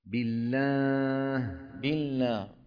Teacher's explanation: عند نطق اللام خلط صوتها بشيء من الغنة